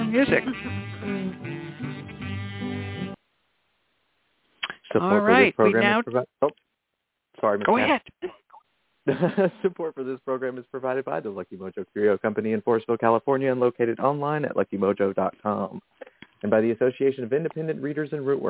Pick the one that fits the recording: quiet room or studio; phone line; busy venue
phone line